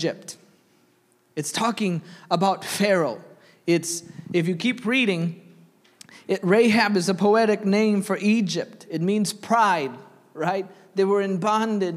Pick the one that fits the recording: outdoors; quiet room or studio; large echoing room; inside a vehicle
large echoing room